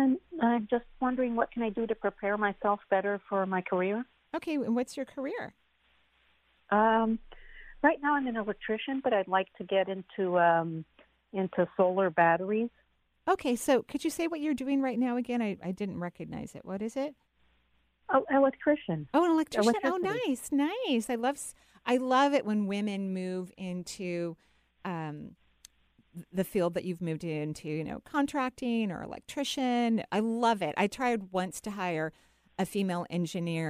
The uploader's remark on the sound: Today is a call-in show!